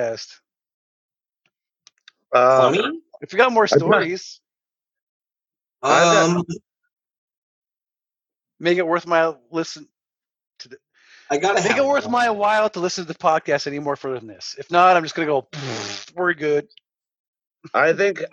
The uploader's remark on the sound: Our first ever try with doing the podcast via Zoom Meeting, and it was kinda weird, but enjoyable!